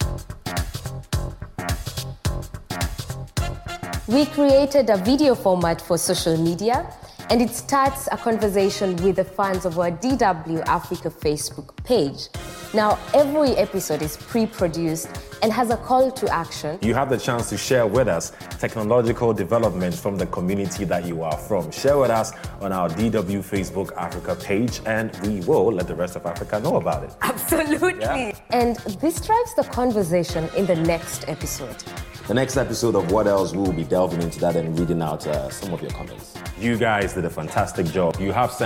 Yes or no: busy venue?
yes